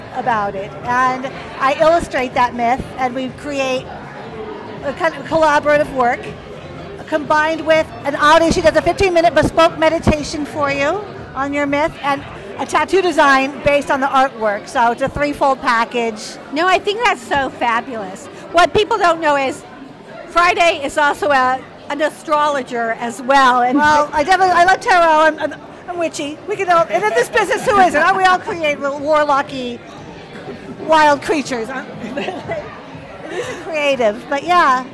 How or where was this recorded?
busy venue